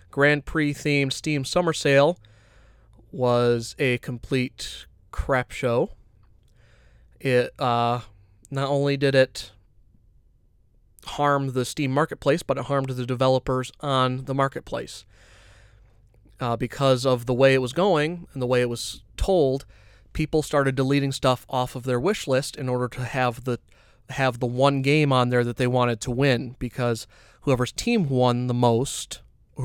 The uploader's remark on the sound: we’re back in the van alone